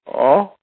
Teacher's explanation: with the Italian O, your mouth will be opening towards the end of the pronunciation as opposed to closing as it does in English